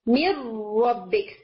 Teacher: मिन एरोबिक without nasal sound, उसमें बिल्कुल भी नाक की जो आवाज है वो नहीं आती है, नेजल साउंड बिल्कुल भी उसके अंदर नहीं आ रही होती। · Term: बगैर गुन्ना